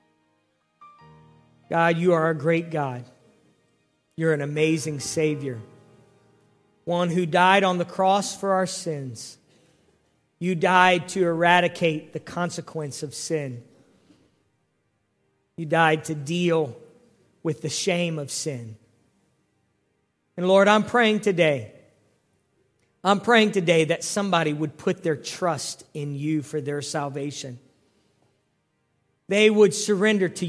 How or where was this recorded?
large echoing room